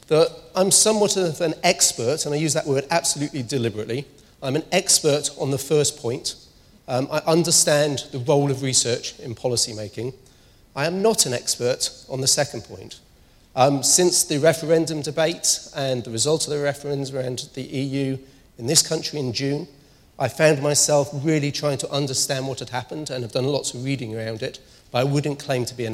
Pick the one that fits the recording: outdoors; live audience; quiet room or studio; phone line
live audience